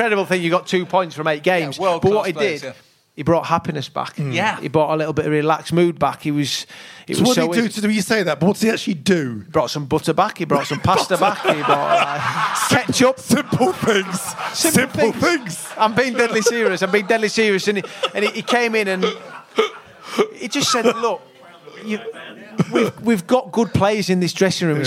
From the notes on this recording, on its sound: SpursShowLIVE. A very special live show recorded at the Albany, Great Portland Street.